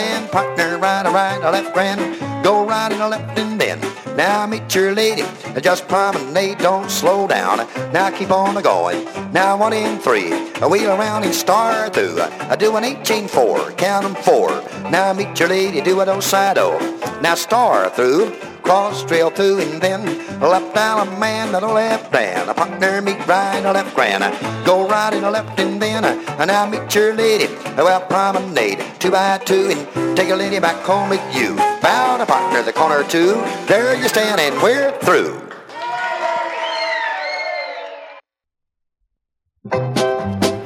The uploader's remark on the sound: A one of a kind record which was recorded live. At the Blue Ridge Square Dance Camp.